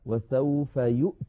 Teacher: بهمزة ساكنة وبعدها تاء ساكنة، فيها شيء من الصعوبة